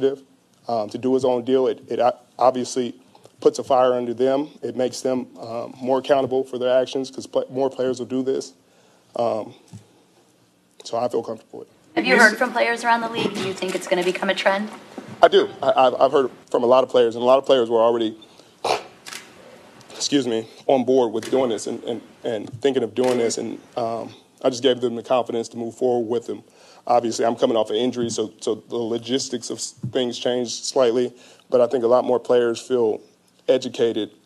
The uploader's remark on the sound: introductory press conference with the San Francisco 49ers